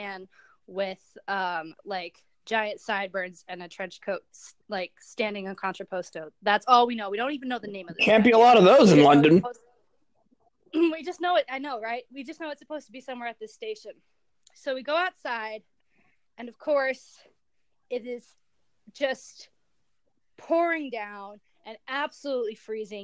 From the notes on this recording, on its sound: This recording session was absolutely riddled with technical problems and a lot got cut.